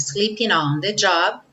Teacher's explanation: não vamos pronunciar o G do sleeping. Vamos juntar o N no on.